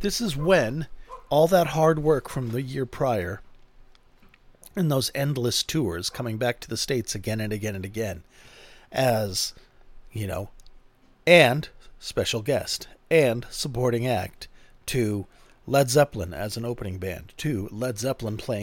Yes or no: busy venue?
no